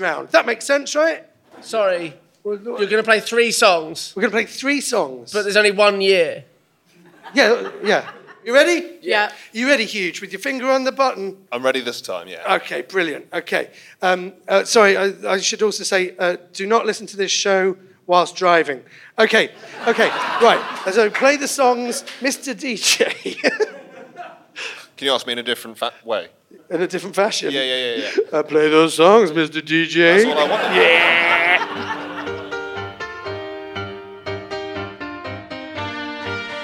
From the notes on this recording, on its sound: In front of a live audience.